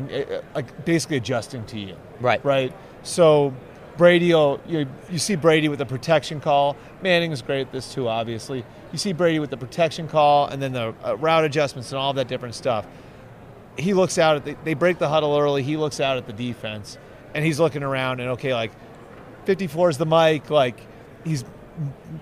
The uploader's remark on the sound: live from the Super Bowl media day in Vegas